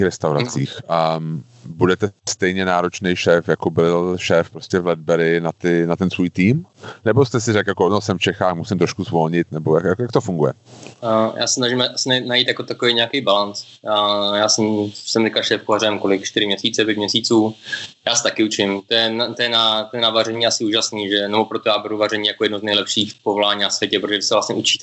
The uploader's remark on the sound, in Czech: přes Skype (tímto se rovnou omlouváme za občas horší kvalitu přenosu)